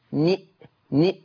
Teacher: اني شبكت النون المكسوره في الهمزه